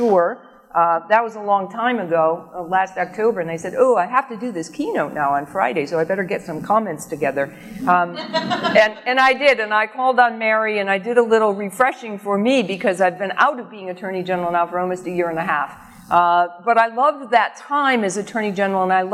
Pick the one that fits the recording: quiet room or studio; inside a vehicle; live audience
live audience